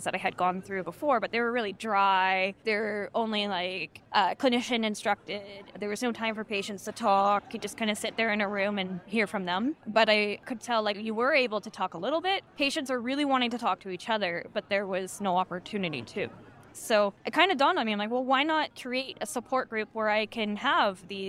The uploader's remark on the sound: live at the American College of Rheumatology (ACR) 2023 Convergence